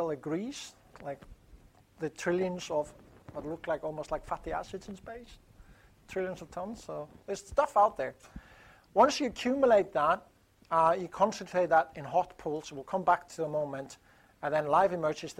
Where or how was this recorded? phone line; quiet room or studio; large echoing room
large echoing room